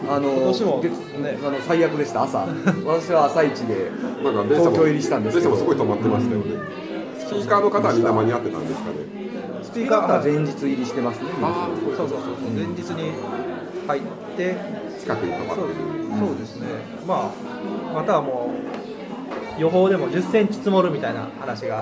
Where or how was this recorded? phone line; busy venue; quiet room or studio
busy venue